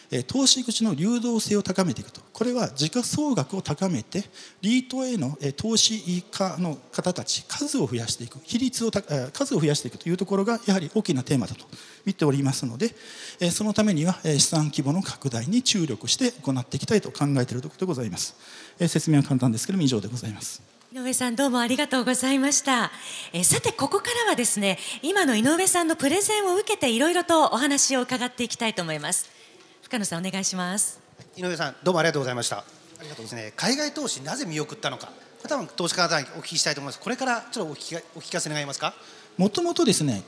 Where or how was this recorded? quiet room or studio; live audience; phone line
live audience